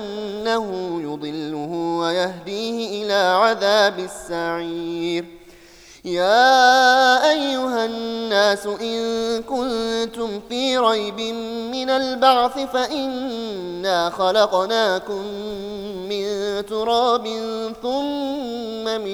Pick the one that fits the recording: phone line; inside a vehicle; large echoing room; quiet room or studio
large echoing room